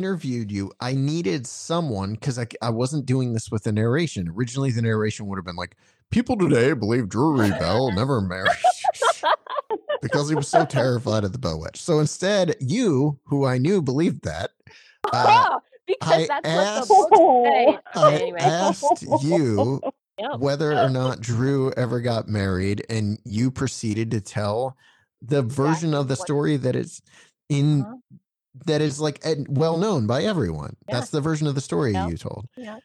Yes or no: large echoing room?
no